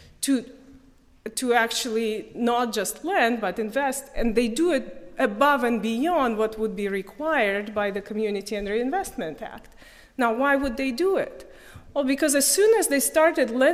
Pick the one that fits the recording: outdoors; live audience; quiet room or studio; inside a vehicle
live audience